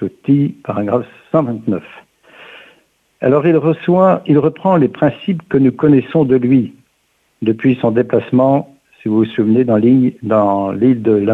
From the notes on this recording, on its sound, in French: reçoit aujourd’hui par téléphone